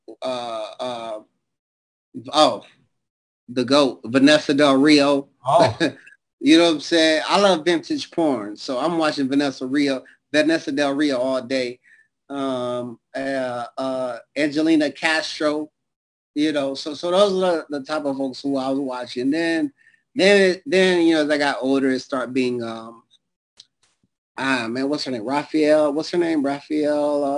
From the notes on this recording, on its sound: our 6/26/2022 Zoom Show